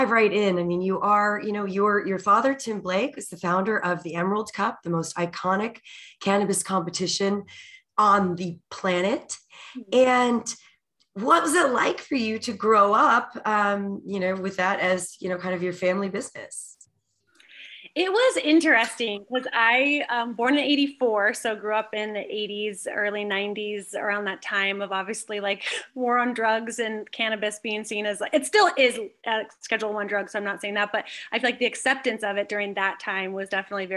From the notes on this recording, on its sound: Episode recorded in New Braunfels, Texas via Zoom.